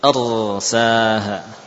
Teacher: Mengalirkan suara, memberikan getaran, ya, dan mencukupkannya dengan sekali getaran